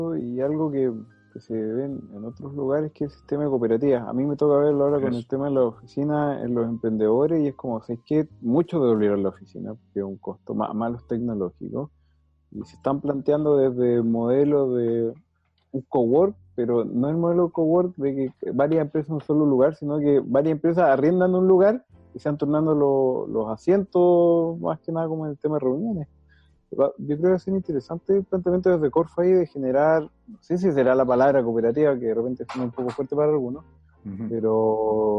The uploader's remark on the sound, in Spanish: En tiempos de cuarentena, las grabaciones virtuales nos una oportunidad única para sentarnos a conversar con más invitados del ecosistema local y nacional.